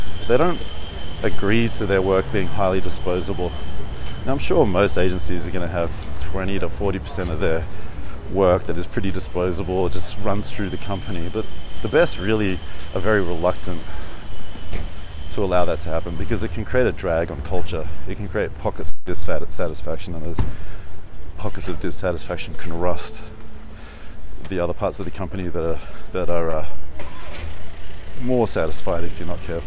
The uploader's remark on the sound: Walk And Talk, Sofia, Bulgaria.